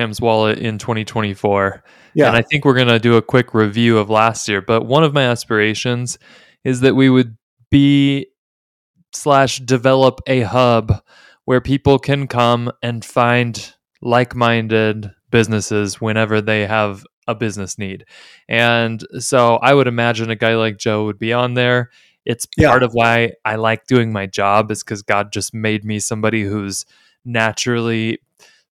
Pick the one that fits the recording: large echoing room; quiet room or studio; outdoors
quiet room or studio